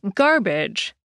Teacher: emphasis on the gar, and hardly saying the sound in badge at all